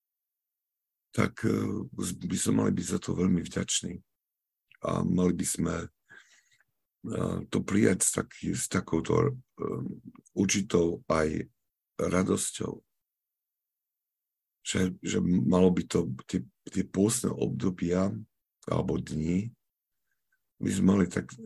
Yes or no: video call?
yes